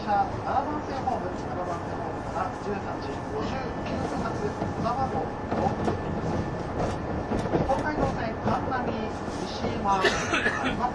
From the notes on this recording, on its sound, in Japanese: 185系 踊り子106号01 伊豆急下田～熱海。修善寺始発の列車を併結しつつも上り列車で最速となる、185系踊り子106号を収録したものです。音の旅(走行音)。